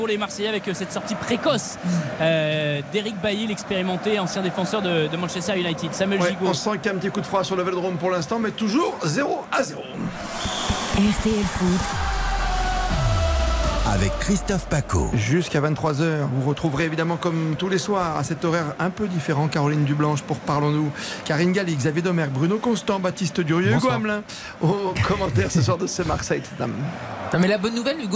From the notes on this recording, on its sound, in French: en direct du stade Vélodrome